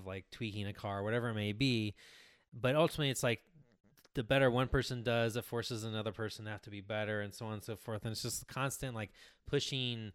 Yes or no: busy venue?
no